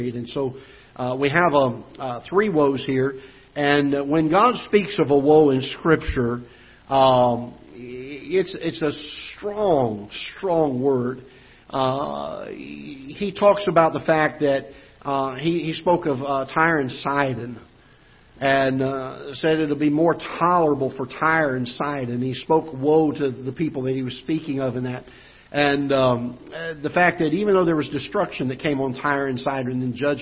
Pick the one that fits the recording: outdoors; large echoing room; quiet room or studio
large echoing room